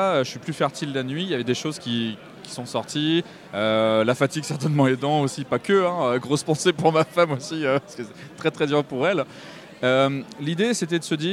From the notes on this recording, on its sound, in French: Rencontre lors du Festival international des jeux de Cannes sur le stand d 'Intrafin